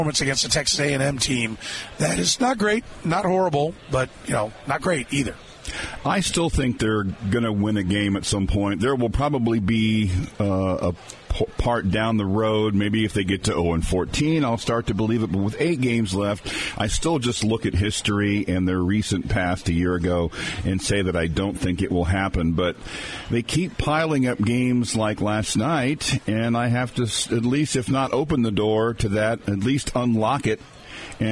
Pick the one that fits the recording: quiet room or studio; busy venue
busy venue